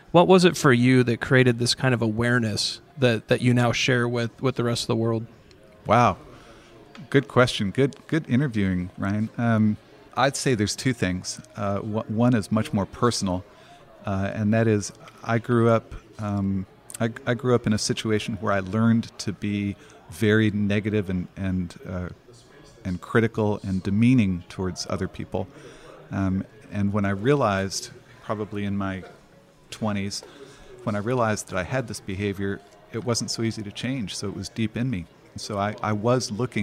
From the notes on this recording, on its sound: at The Path to Agility Conference